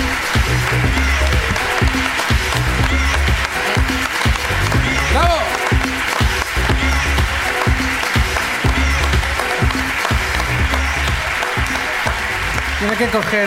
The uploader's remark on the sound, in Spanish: La Ruina desde Madrid. Además del público de Madrid.